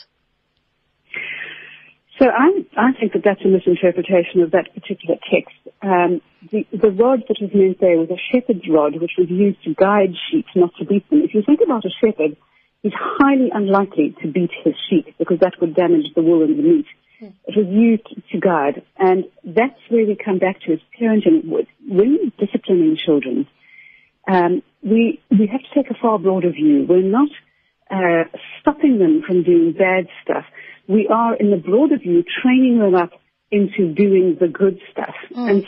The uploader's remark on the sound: Guest (phone)